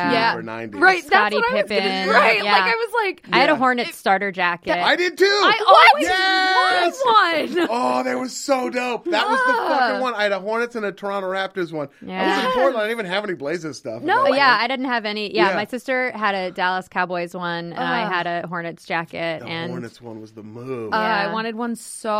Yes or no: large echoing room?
no